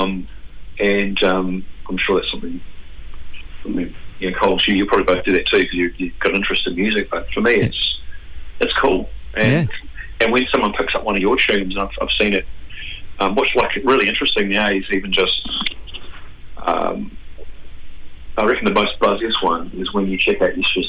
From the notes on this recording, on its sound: Is LIVE on the phone.